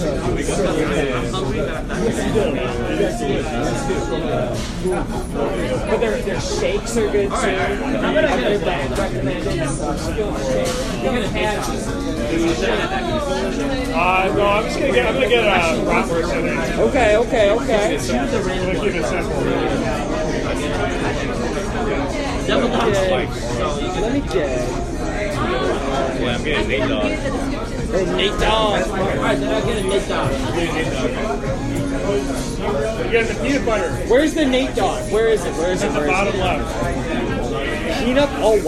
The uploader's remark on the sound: Sounds like a party & the file name places this on west Belmont in Chicago